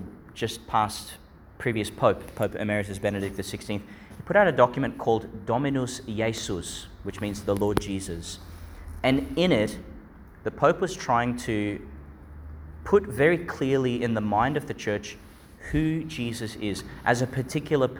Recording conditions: large echoing room